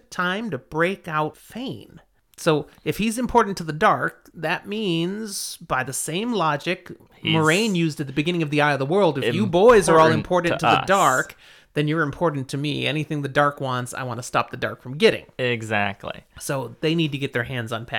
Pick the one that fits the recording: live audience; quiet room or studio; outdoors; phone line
quiet room or studio